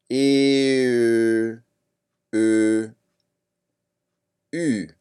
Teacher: Ü, pronounced like a German E or Canadian E, but with the lips rounded. Ü, pronounced like English E, but with the lips rounded